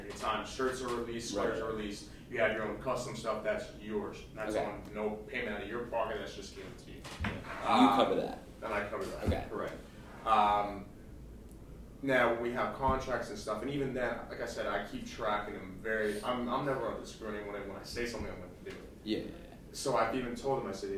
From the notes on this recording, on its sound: Instead of a typical podcast chat, we recorded our meeting. It’s not the best sound quality as it’s a documentary style podcast instead of an arranged podcast.